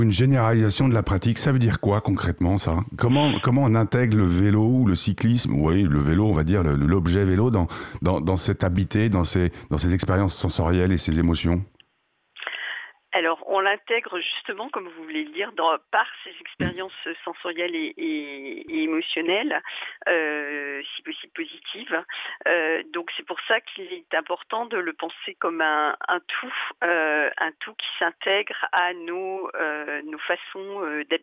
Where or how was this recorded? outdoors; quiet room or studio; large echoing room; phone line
phone line